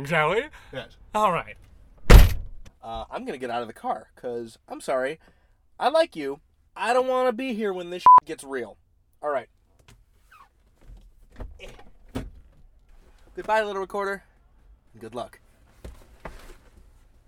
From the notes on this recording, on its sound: Recorded on location at Cash for Junk Autos in Chicago, IL.